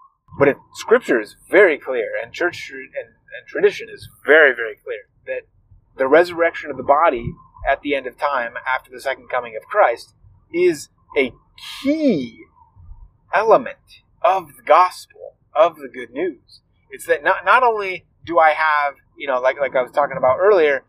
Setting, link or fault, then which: setting, inside a vehicle